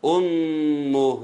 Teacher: فيها الميم المشددة تغن بمقدار حركتين